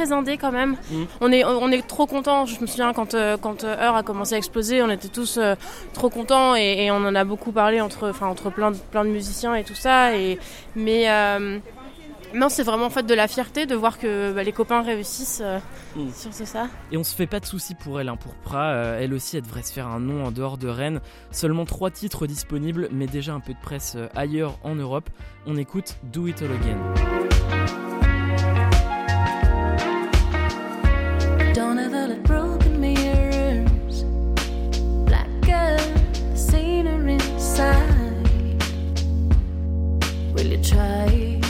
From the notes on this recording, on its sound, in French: 30 minutes en balade dans Rennes. Un épisode enregistré aux Transmusicales de Rennes, le lendemain de son concert, avec une chanson en acoustique.